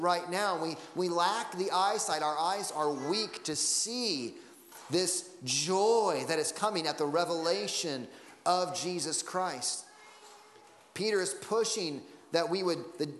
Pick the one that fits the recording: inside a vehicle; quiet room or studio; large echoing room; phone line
large echoing room